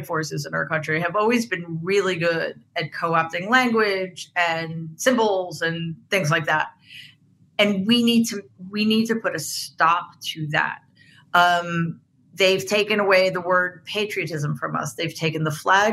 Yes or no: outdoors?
no